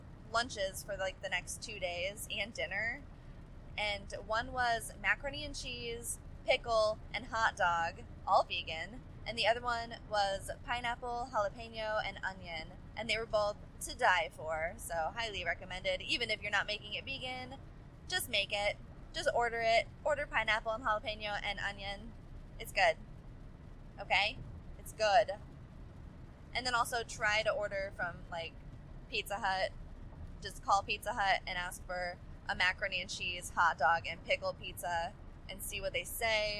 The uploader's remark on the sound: suffering through subpar audio as I drive to my parents' house in the rain